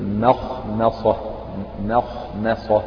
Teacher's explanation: رقق الميم فخليها ما، وفي نفس الوقت لا تجعل هذا الترقيق يطغى على الحروف المفخمة اللي هي الخاء والصاد